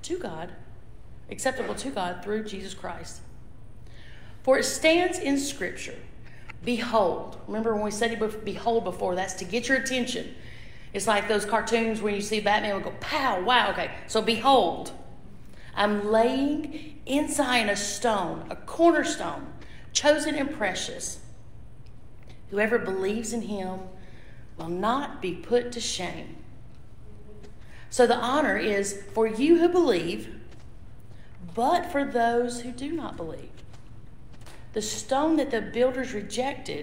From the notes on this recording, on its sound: This message was previously recorded at Ashville First Methodist Church.